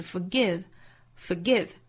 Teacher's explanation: Forgive 后面这个 give 这个音节是松口的 it 的元音